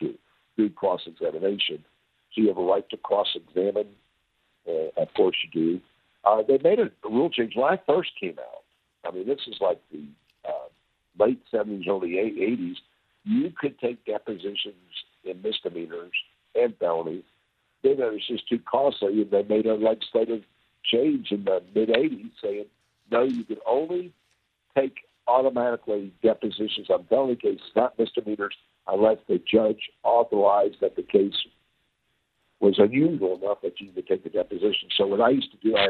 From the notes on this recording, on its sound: joins us by phone